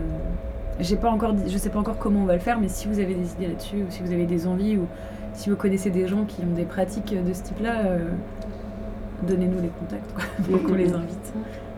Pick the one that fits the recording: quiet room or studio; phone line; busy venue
busy venue